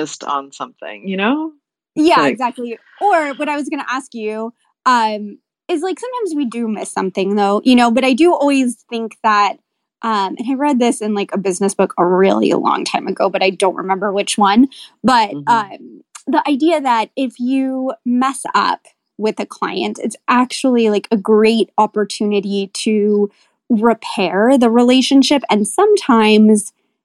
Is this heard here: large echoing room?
no